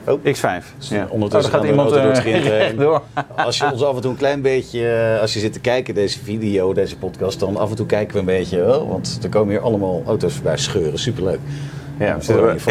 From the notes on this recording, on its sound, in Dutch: Dit keer niet vanuit de vertrouwde studio maar vanaf TT Circuit Assen! Live tijdens de Junkyardrace.